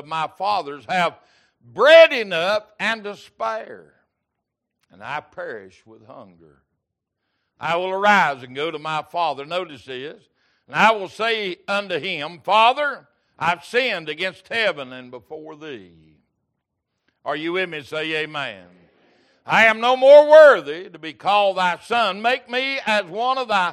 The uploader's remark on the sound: Recorded October 16, 2022 - Sunday Morning Servcie